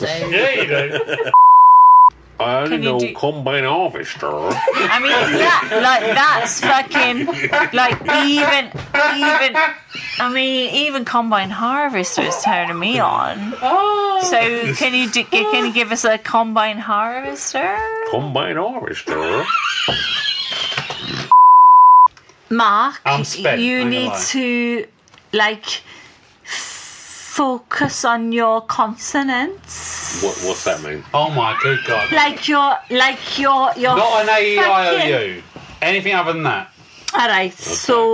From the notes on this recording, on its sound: Due to severe alcohol consumption, terrible audio and some content that would see us get sued, we can't publish the whole thing.